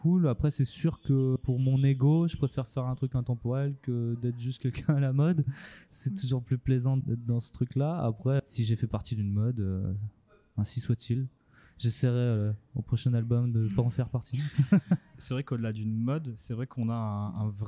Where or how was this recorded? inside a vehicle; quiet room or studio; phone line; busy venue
busy venue